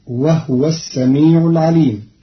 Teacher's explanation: قرأ قالون كلمة وهو بإسكان الهاء فتصير وهو السميع العليم، والضم والإسكان في لغة العرب.